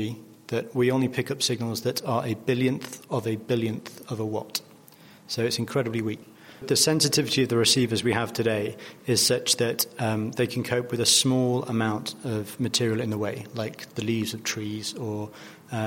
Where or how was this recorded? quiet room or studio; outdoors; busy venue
busy venue